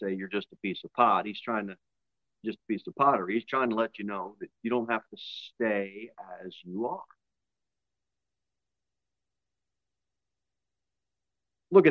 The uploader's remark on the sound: Sermon delivered at Pilgrim Baptist Church on Sunday, August 20, 2023, at 2:15 pm.